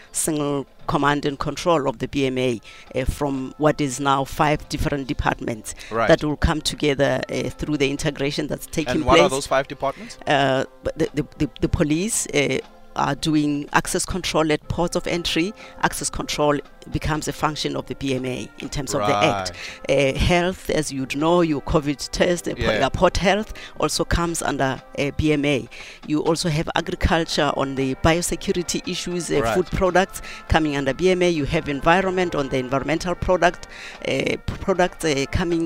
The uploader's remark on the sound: We are coming to you live from the Beitbridge border post.